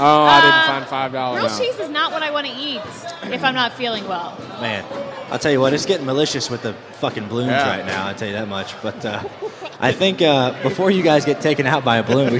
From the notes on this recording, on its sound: LIVE in Vegas. Live in Las Vegas at NASCAR After The Lap.